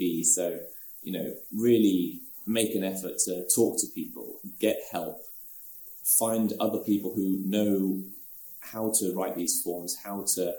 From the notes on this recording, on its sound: For our first-ever face-to-face Sunflower Conversations recording. This was a live recording, and as such, the sound isn't the best quality.